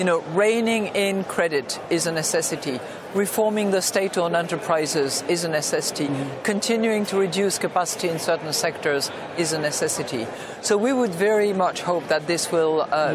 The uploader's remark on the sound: Live from the World Bank/IMF Meetings in Washington DC.